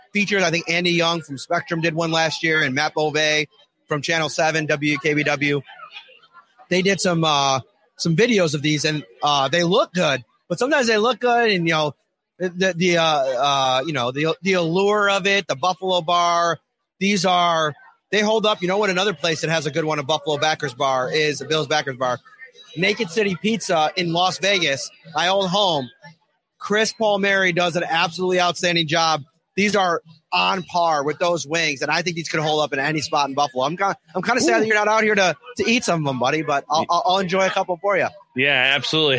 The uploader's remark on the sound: live from Al's Grill and Bar in Kansas City, home of the KC Bills Backers